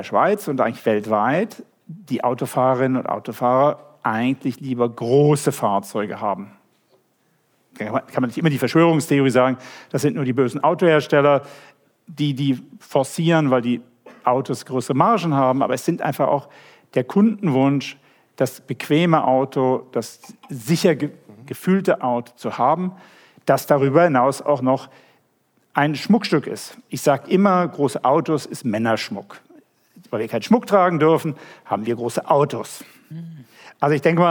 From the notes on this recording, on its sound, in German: Live-Aufzeichnung von der E-nova. Live-Mitschnitt. Von der Eröffnung der E-nova am 29. Juni 2023 in Zürich.